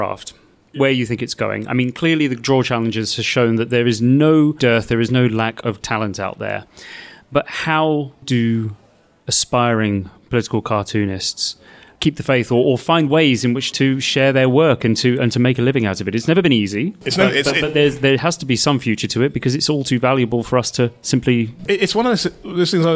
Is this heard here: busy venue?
yes